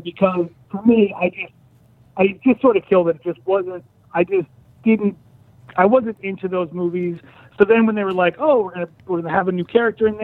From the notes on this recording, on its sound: Are in studio joined on the phone.